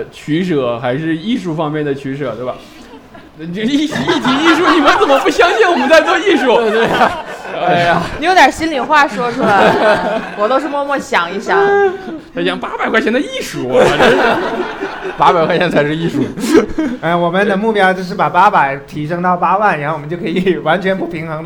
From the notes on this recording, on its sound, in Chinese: 我们给现场观众的快乐是没有亏待的